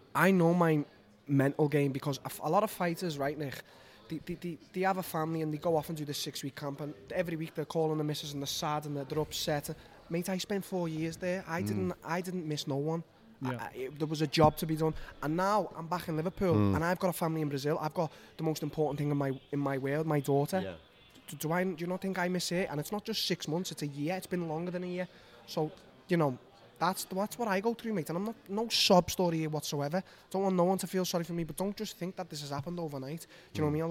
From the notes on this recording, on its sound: This weeks UFC show is slightly different as the majority of it was recorded backstage at the UFC London event.